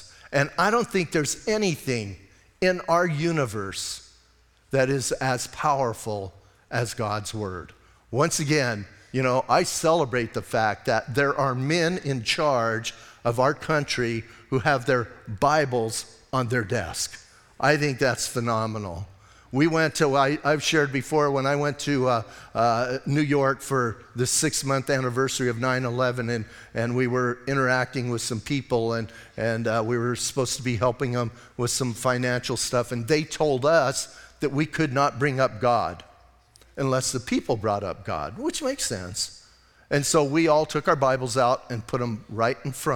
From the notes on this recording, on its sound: Audio messages from Calvary Chapel in Sierra Vista